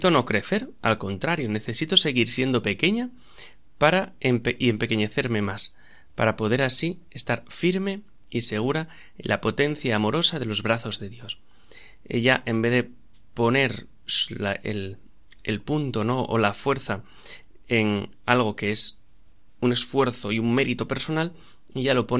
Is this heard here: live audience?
no